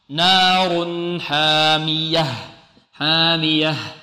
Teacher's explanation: التنوين نون ساكنة، ننطق بهذه النون بغنة ناقصة، نار حامية، حامية، لابد من إيضاح الهاء. · Term: إظهار